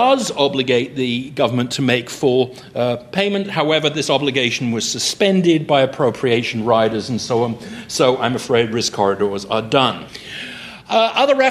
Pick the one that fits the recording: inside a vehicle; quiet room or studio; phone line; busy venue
busy venue